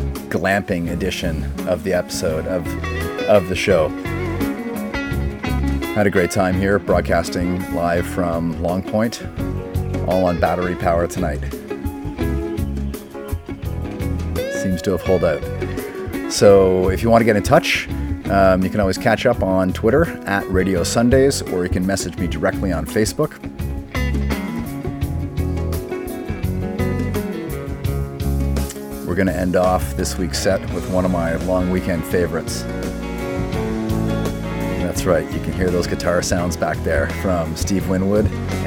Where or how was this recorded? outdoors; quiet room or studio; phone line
outdoors